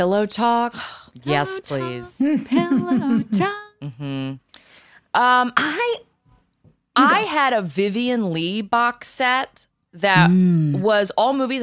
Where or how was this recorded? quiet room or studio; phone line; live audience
quiet room or studio